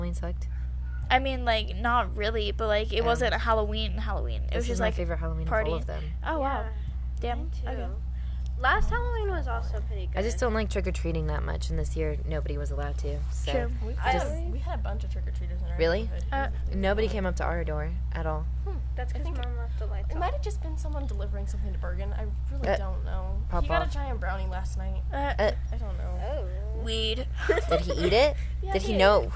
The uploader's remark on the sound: Please excuse the wind and dogs barking we are filming outside as a corona precaution.